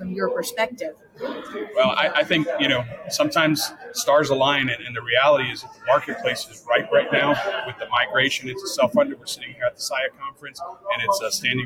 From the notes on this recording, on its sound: Live at the SIIA 2022 Engage Conference